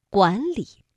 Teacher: 两个上声字相连，所以呢不能读管理，而要把第一个字变成二声